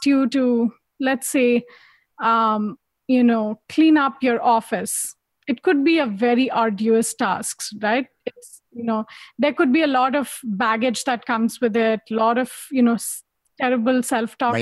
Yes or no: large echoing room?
no